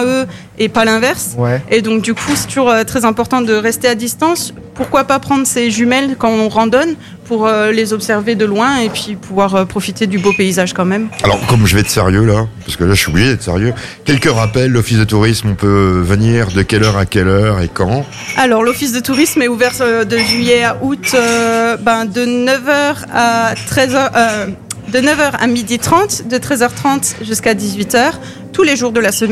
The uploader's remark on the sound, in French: Dans le cadre de la fête de la musique à Munster le samedi 24 juin. En direct depuis le restaurant La table des malker.